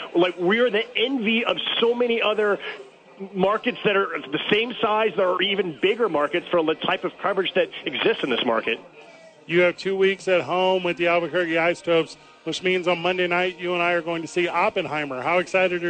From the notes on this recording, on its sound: live from Hooters